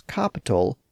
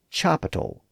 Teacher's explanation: Latin words that began with a CA sound, like caput, developed a CH sound within French.